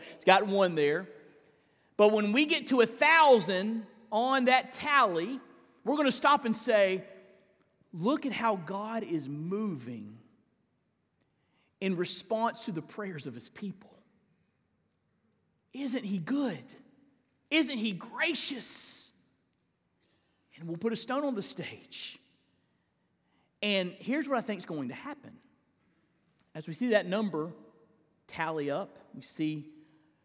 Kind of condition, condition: setting, large echoing room